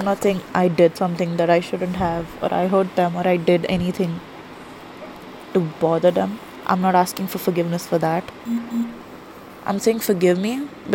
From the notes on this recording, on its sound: I'm sorry for the quality on these cause I'm recording them on my phone.